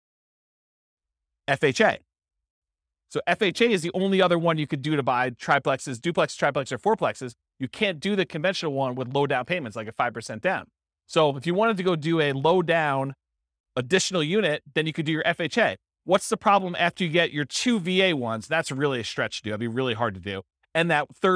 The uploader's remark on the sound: This was a live class recorded